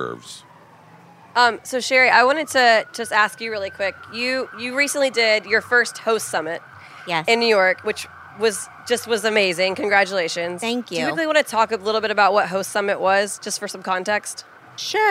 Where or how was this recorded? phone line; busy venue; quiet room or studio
busy venue